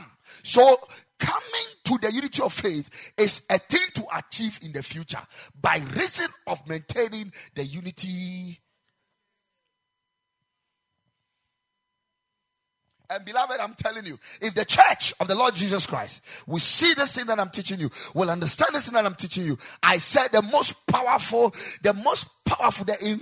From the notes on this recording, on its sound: Preached at the Ekklesia Chapel